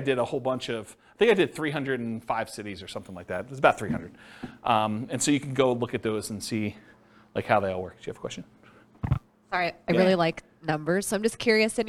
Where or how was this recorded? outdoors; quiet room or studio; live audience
live audience